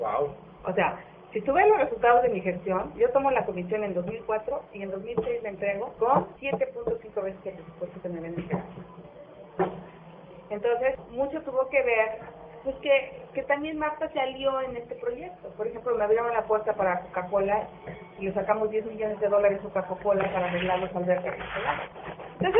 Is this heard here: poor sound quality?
yes